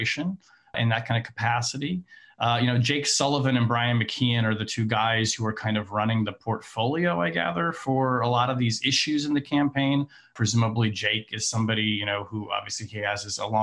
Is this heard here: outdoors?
no